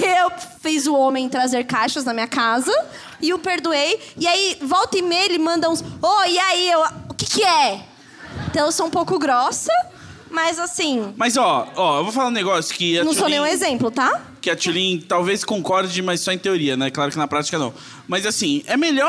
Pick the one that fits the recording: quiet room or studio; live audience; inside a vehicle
live audience